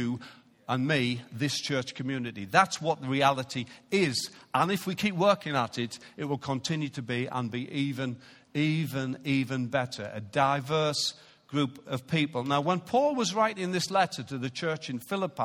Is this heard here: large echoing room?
yes